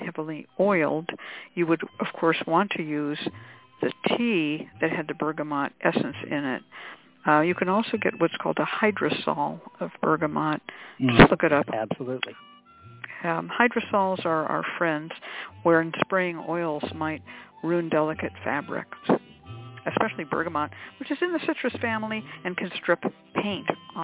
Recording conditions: phone line